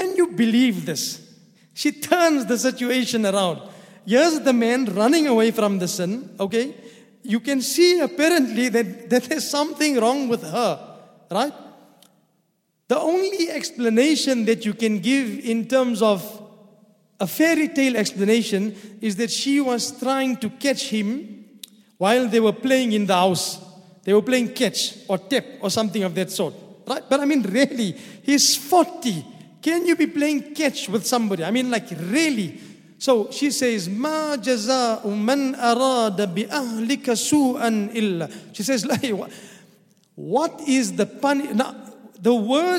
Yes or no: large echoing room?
yes